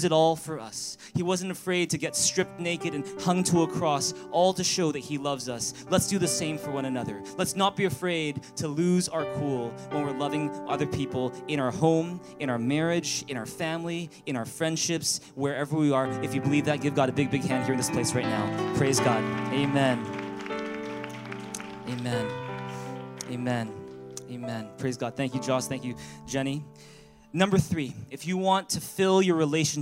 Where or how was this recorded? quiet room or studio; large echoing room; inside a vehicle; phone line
large echoing room